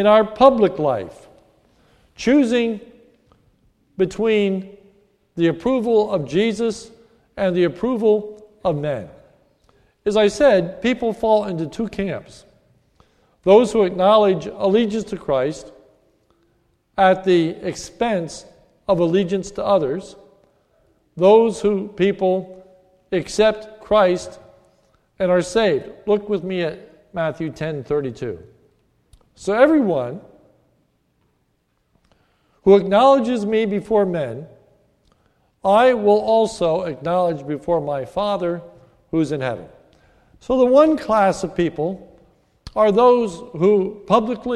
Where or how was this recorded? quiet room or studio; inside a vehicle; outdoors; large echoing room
large echoing room